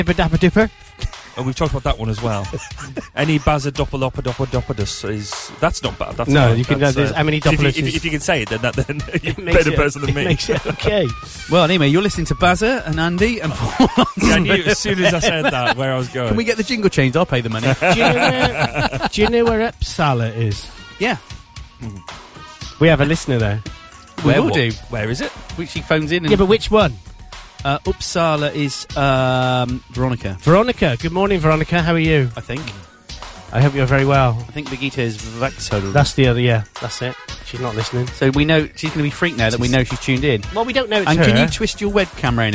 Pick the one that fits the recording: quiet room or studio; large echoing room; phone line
phone line